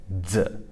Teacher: You should feel the D, but the D doesn't come out. Instead, it's a Z sound · Term: Pinyin Z sound